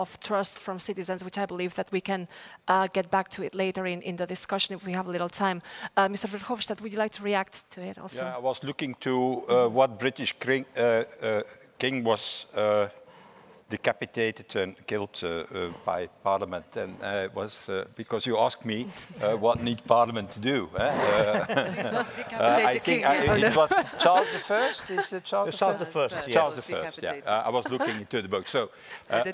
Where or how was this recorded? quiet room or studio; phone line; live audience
live audience